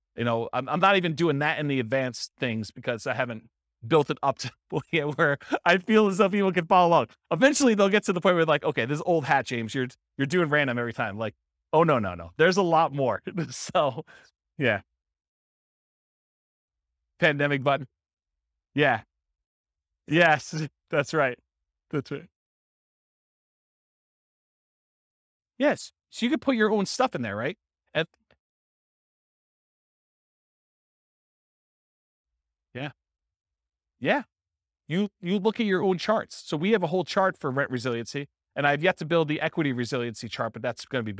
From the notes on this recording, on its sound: This was a live class recorded